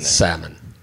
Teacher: You don't pronounce the L. · Term: silent L